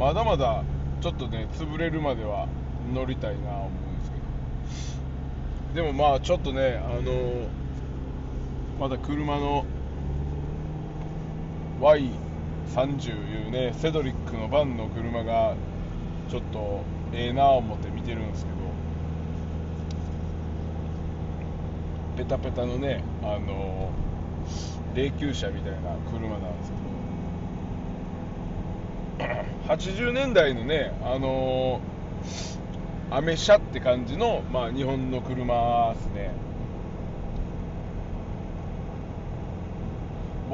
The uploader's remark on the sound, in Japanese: サーフィンに向かう道中で収録しました